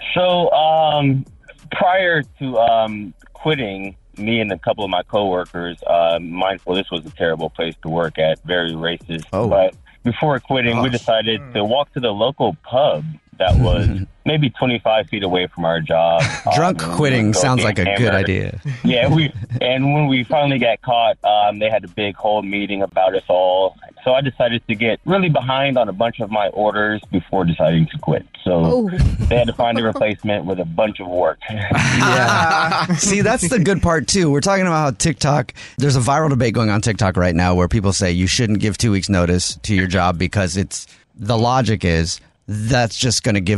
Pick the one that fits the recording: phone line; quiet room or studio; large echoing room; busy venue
phone line